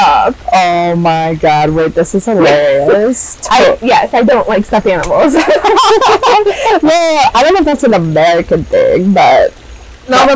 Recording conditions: poor sound quality